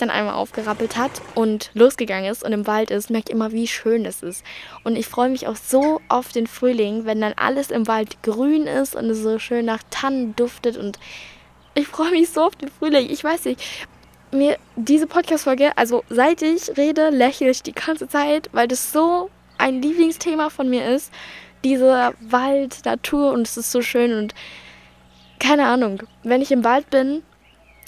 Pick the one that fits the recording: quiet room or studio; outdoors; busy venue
outdoors